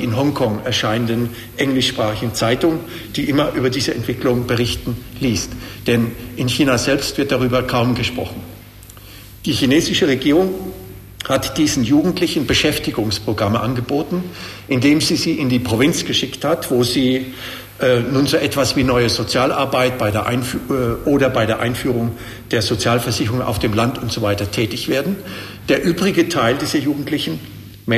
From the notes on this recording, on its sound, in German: Die Antworten des Referenten auf die Fragen des Publikums.